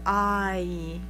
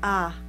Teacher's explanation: In the South, it just stops at the ah, that feels good, ah. Ah. No diphthong, just one vowel. · Shown in: second take